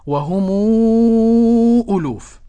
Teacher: ورش يمد بست حركات · Term: مد منفصل